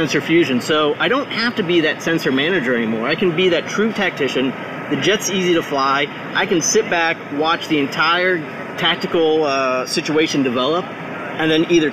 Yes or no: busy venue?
yes